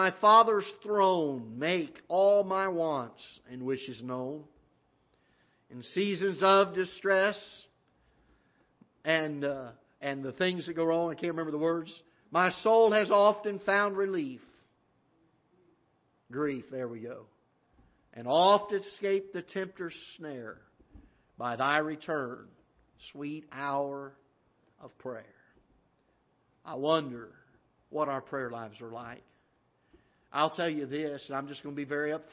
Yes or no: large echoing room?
yes